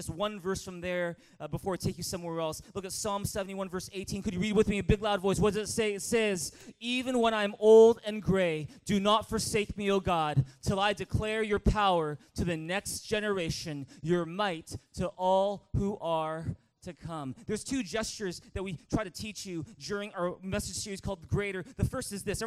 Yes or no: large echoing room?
yes